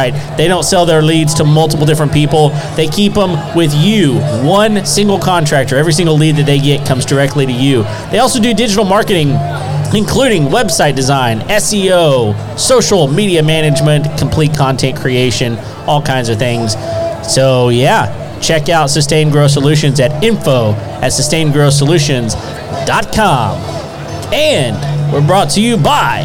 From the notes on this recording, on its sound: LIVE at Sawyer Park. At a live event in Spring TX.